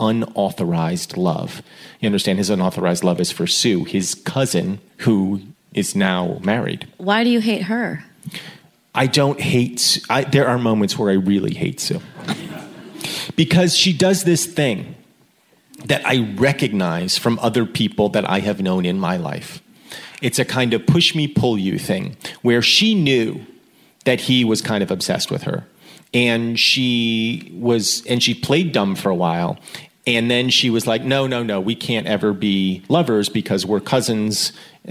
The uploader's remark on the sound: A special live reading of Jude at Sketchfest in San Francisco.